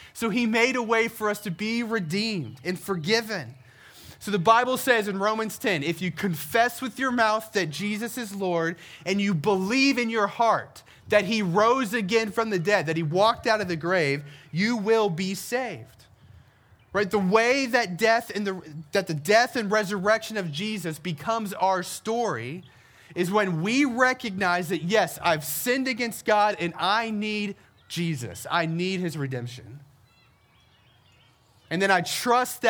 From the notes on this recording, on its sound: We celebrated our first Easter together by gathering outside on the Herndon Town Green.